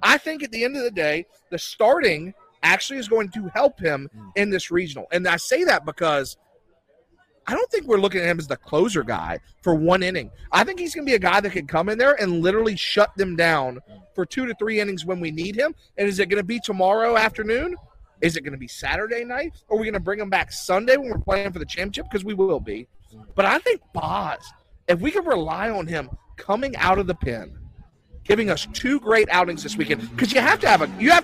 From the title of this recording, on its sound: LIVE From Halls Chophouse Columbia